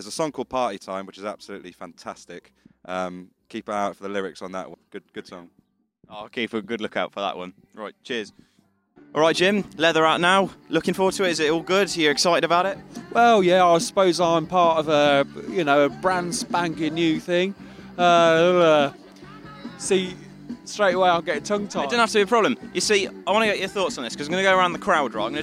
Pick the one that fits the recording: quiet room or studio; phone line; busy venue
busy venue